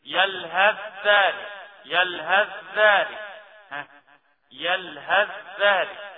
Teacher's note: التاء تدخل في الذال ويصبح هنا إدغام من غير غنة وتصبح الذال حرف مشدد